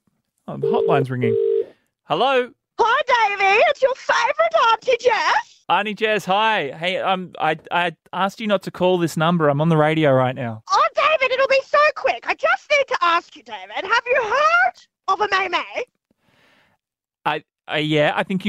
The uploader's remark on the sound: a surprise call from his aunt